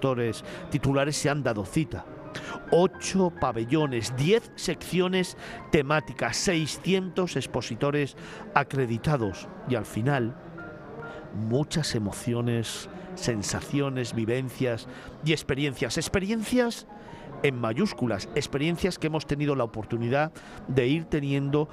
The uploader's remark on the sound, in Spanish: Desde la feria internacional de turismo del IFEMA de Madrid, FITUR2022, grabamos este especial FITUR.